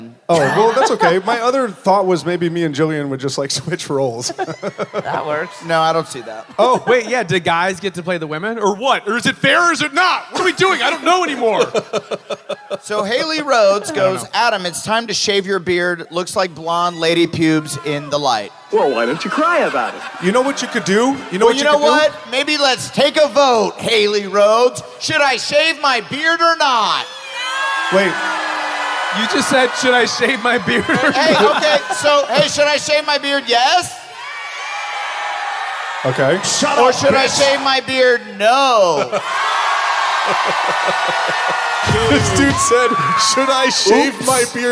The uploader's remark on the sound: Live From Atlanta!